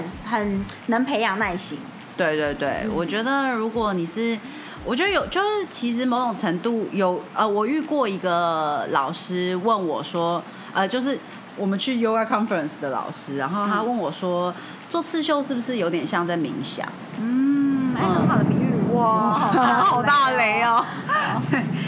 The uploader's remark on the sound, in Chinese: 拍謝下大雨收音比較有噪音…請大家包容一下了～～。